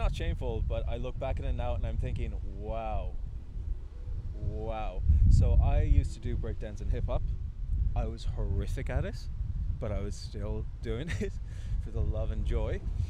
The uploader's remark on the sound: Apologies for the wind.